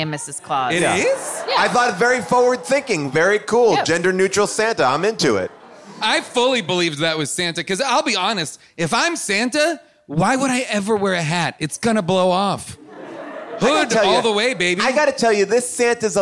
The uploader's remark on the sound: Back LIVE at The Largo in Los Angeles.